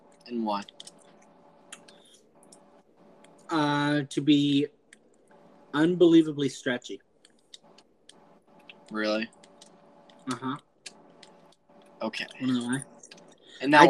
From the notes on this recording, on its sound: We had an audio malfunction during the episode record.